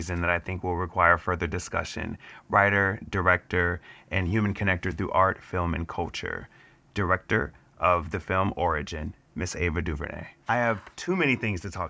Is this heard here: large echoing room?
no